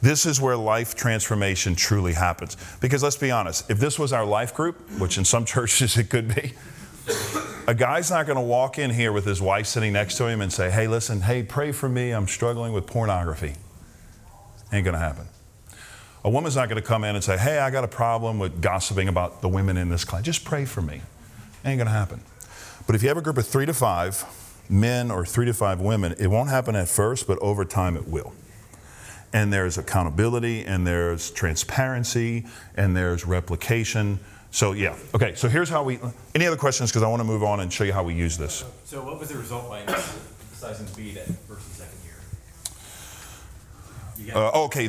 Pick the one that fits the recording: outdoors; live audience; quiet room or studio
live audience